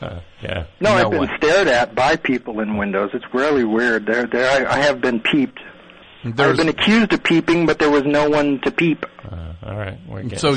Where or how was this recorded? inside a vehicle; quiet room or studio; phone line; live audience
phone line